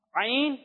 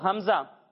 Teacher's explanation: جب ہم عین کی ادائیگی کریں گے تو اسے ہم حلق کے درمیان حصے سے پڑھیں گے، لیکن جب ہم حمزہ کی ادائیگی کریں گے تو اسے ہم حلق کے نچلے حصے سے پڑھیں گے